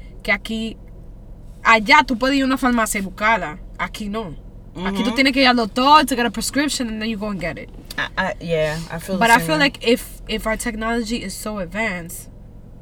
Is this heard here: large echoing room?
no